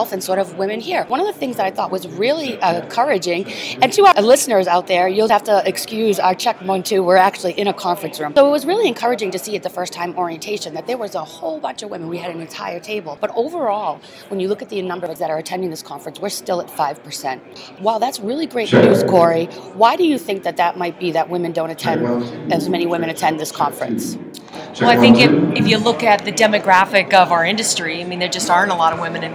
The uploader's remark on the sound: Live from the floor of the BLC. Broadcasting from the middle of the NSCA Business Learning Conference.